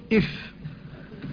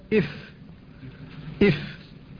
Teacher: فلذلك قال: ومن بطن الشفة فالفاء مع أطراف الثنايا المشرفة، فهي من باطن الشفة مع أطراف الثنايا العليا، يتصل اللسان بذلك المكان فتقول إف، ترتفع فتكون من باطن الشفة العليا مما يلي الثنايا العليا إف إف.